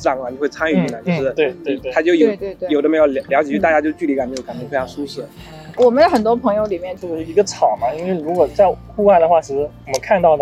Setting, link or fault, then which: setting, outdoors